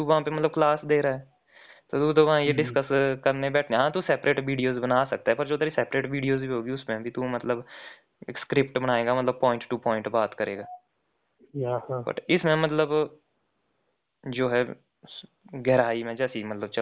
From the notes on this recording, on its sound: Phone talk